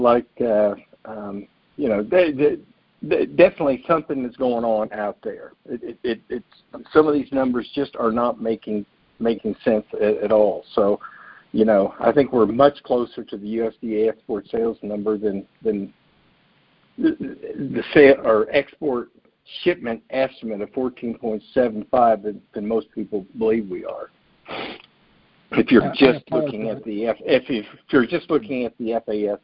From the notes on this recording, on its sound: Monthly Conference Call